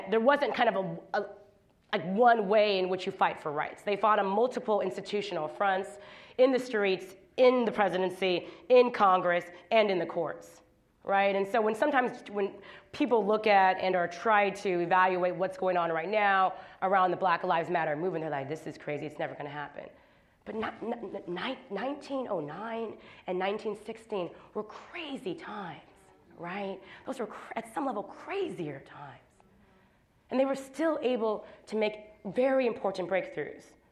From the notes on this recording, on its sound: at Kane Hall on October 12, 2016